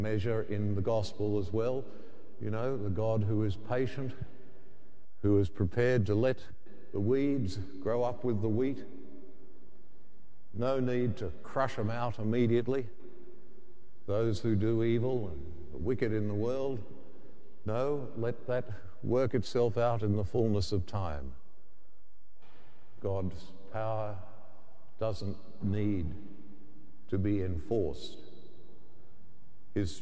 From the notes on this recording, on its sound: The homily from Sacred Heart Cathedral, Hamilton